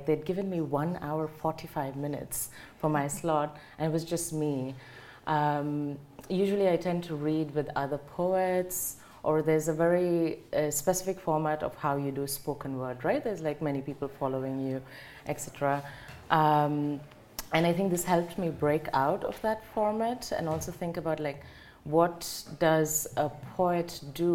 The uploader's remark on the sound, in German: Auf dem Prosanova-Festival